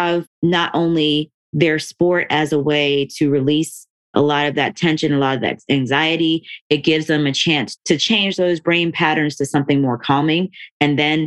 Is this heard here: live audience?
no